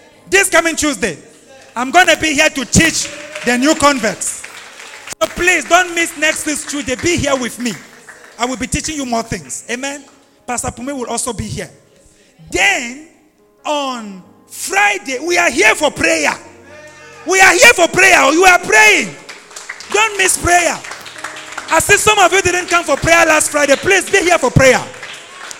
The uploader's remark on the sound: LIVE AT ABC ROBEGA